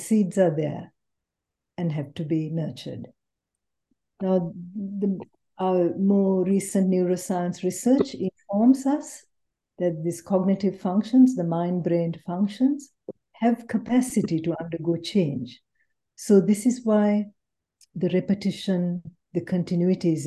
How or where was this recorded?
video call